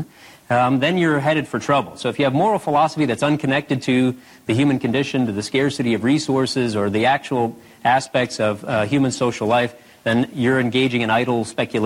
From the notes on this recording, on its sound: In front of a live audience at Ball State University.